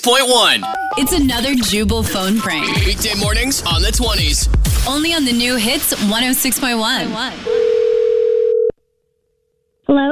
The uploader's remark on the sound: talks with listeners on text and the phone